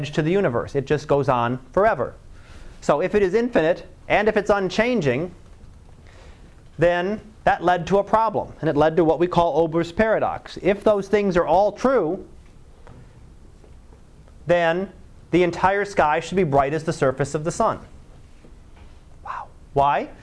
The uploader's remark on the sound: Live Class Lecture